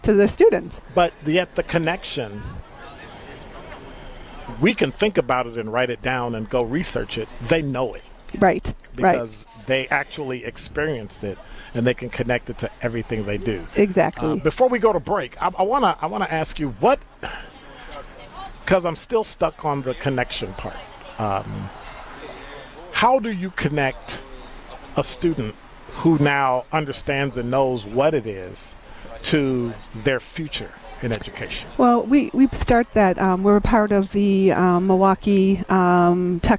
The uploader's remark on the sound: broadcasts LIVE from Sherman Phoenix